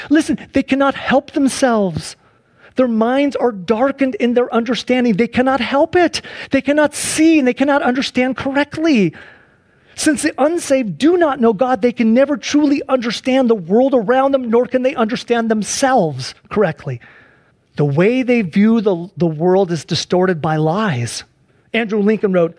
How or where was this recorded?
large echoing room